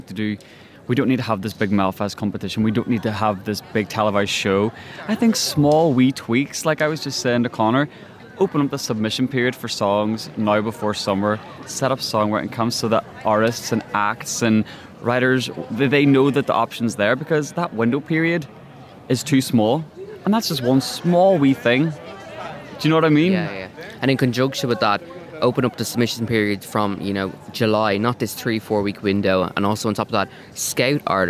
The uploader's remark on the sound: Live from Liverpool. We're live from the arena as the boys watch the first dress rehearsal of the show.